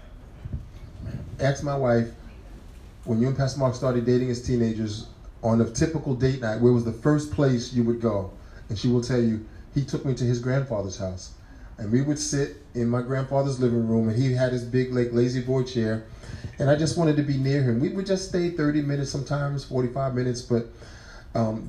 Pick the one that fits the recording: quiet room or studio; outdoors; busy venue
busy venue